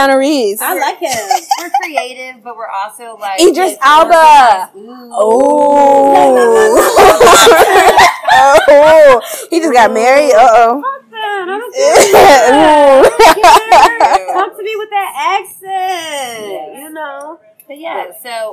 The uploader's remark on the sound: The ladies meet in a noisy location in Atlanta to bring you an August episode. Please excuse the noise!